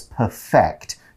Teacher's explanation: When you use it as a verb, it's perfect. You put the stress on the second syllable.